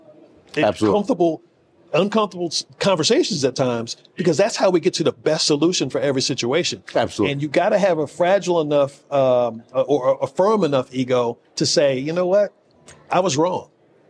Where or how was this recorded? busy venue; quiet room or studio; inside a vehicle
busy venue